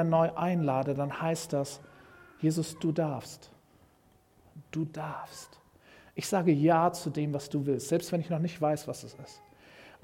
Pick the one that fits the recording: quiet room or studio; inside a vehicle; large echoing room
large echoing room